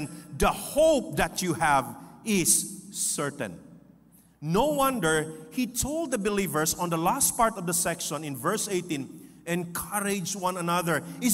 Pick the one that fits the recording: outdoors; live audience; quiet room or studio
live audience